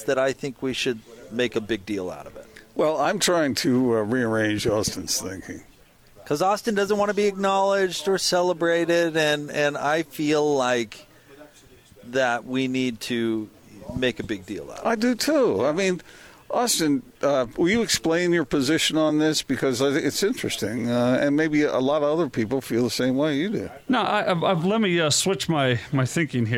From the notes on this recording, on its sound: LIVE at The Warehouse